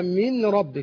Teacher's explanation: يعني اصلها من ربك، فقلبت النون راء وادغمت الراء في الراء فاصبحت راء مشدده · Term: الادغام الكامل